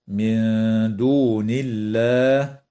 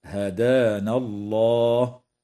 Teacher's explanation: وترقق اللام في اسم الله لوقوعها بعد كسرة في قوله تعالى: من دون الله، بينما تفخم لوقوعها بعد فتحة